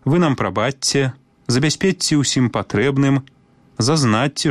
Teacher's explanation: Калі ў спалучэнні «ЧЦ» літара «Ц» перадае мяккі гук «Ц», закон прыпадабнення таксама мае сілу. Вымаўляем падоўжаны «ц».